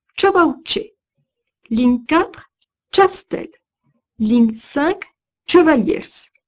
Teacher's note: L'énergie articulatoire se manifeste encore dans les consonnes affriquées tch, dj, ts, dz.